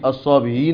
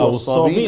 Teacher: له التسهيل بين بين والحذف. إذن يقول الصابئين التسهيل والصابئين الحذف هكذا.